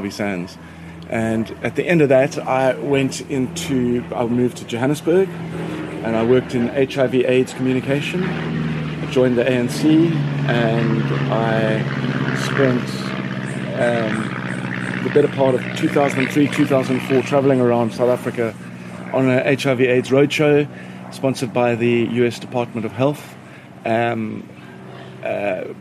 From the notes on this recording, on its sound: Recorded in his garden in Cape Town.